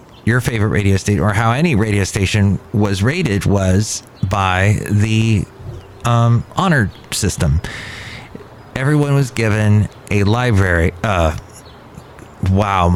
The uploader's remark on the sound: podcasts live from Cafe Anyway